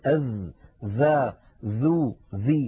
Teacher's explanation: الذال مجهورة، والذال رخوة والذال مستفلة كما أنها منفتحة